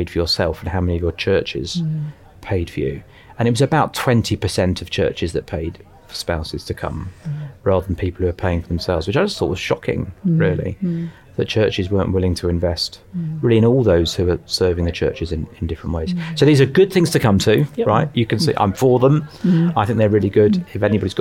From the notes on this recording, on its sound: This episode was recorded on location at The Hub conference.